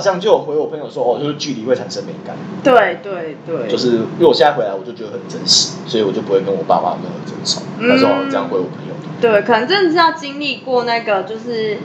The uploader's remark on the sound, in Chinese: 因為錄音地點附近是校園所以會有鐘聲XDD還請大家多多見諒ㅠㅠ。所以有雜音或是音質上的問題還請大家見諒。我們已經入手麥克風設備ㄌ^^。